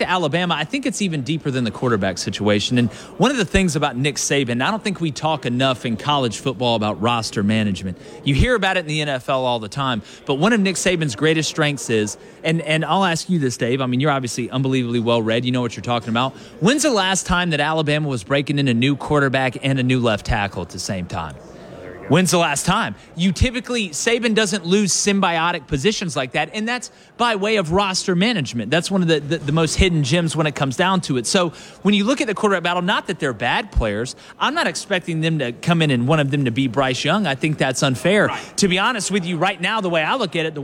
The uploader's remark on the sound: SportsChat is LIVE from Nashville and SEC Media Days.